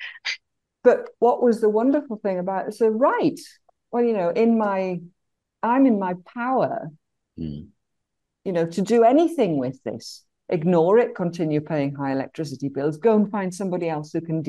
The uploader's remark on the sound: our Zoom call, and once recorded